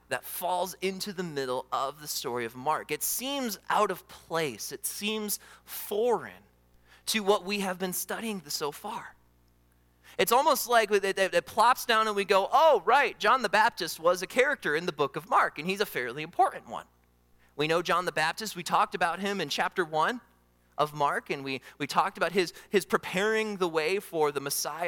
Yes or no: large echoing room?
yes